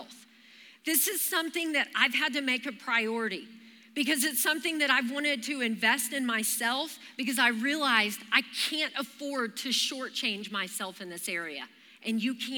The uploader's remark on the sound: Recorded live during our Wednesday night service